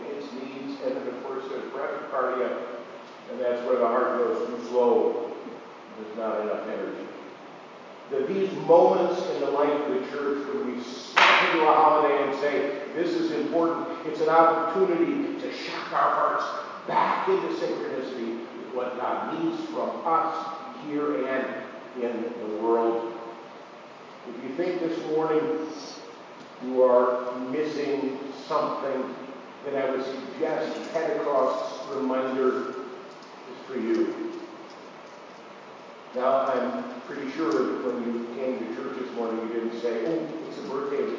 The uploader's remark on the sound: Apologies for poor audio qualify this week!